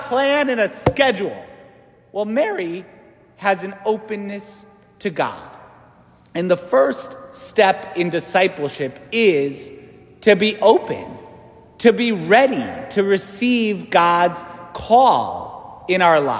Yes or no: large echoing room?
yes